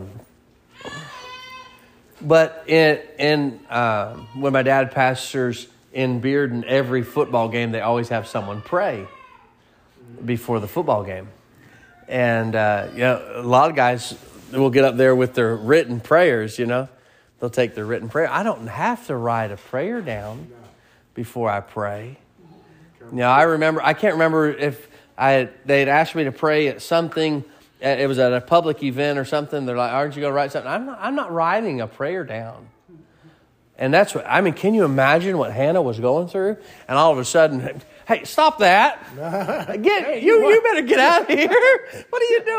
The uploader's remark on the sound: Sermon preached at Mid County Baptist Church